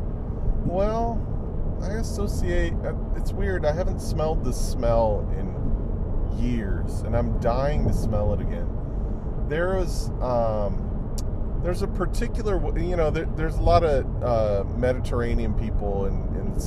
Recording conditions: background noise